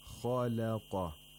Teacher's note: Kha and qaf both have tafkheen. So the mouth opens vertically when pronouncing kha and qaf and horizontally when pronouncing lam.